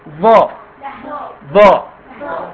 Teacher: الظا حاجتين، مفخمة وبطلع فيها لسان، مفخمة وبطلع فيها لسان ماشي.